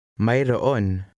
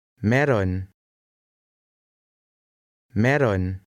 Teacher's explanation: the two vowels are not pronounced separately in this word, and the AY combination is pronounced E · Shown in: second take